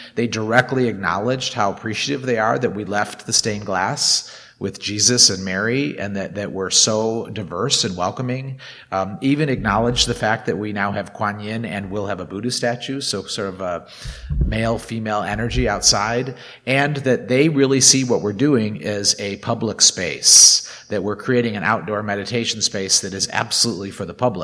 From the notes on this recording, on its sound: Recorded at the Blue Lotus Buddhist Temple on 2023-10-07. Recorded at the Blue Lotus Buddhist Temple.